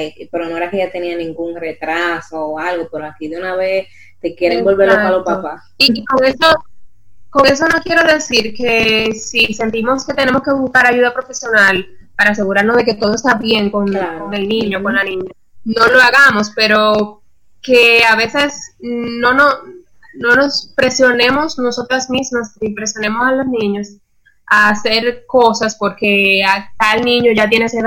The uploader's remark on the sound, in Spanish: Tuvimos algunas dificultades con el internet y el audio